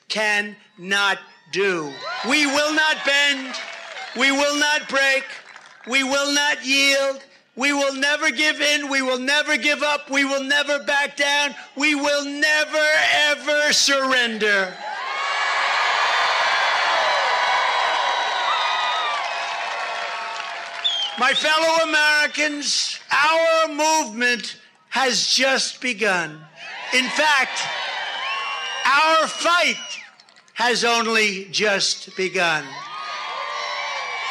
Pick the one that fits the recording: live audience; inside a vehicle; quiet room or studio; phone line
live audience